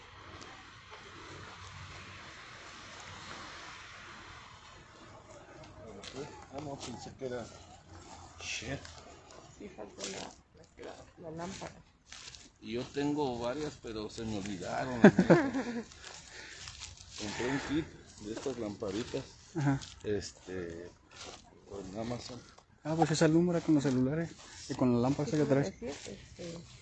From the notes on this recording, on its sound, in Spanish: Expedición - deportivo Xochimilco. Este episodio es un audio de la expedición que se llevó acabo en "VIVO". El audio está completamente en vivo.